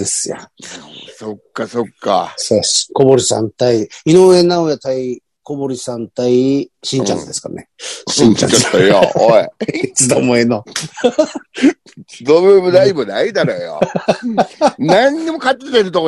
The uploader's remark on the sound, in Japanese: ZOOMで収録